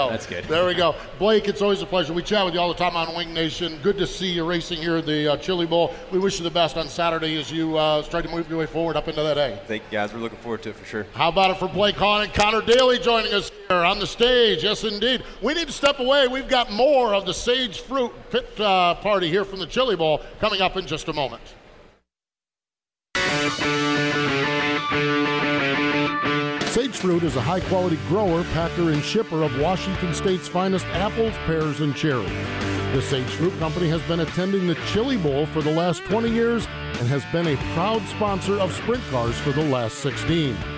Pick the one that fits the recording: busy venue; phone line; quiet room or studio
busy venue